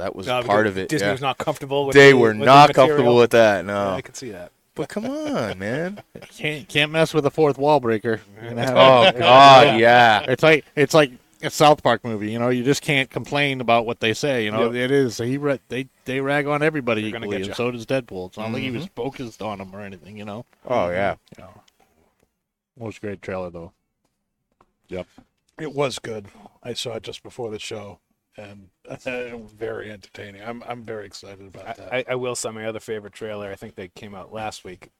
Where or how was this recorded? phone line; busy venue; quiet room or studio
busy venue